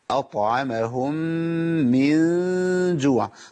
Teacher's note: النون عندي هنا مع الجيم مخفاه